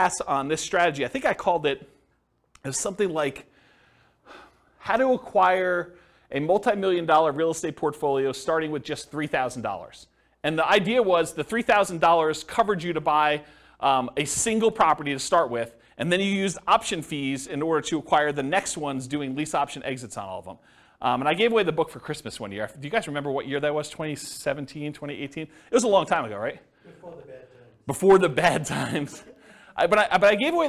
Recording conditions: live audience